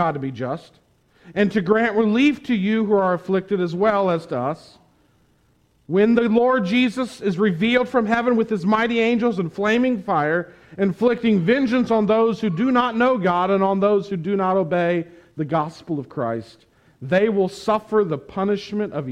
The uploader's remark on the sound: Preached at the Tarrant Bible Methodist Church on October 24, 2021. Preached at the Tarrant Bible Methodist Church.